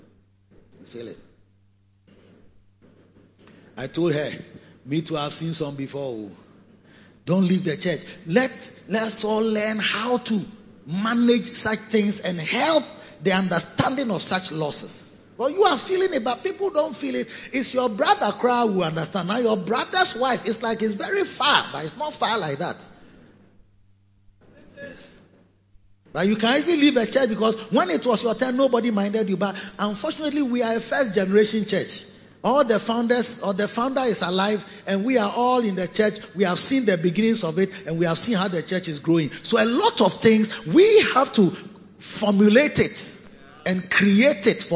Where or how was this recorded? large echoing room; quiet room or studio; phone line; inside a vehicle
large echoing room